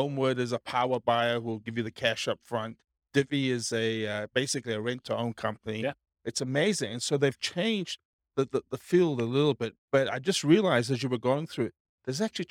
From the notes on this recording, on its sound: This was a live class recorded